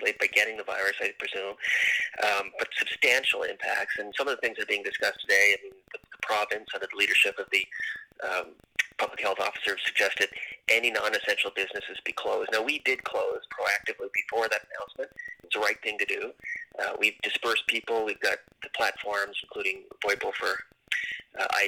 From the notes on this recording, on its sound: were able to record via conference call, so we apologize for weak audio.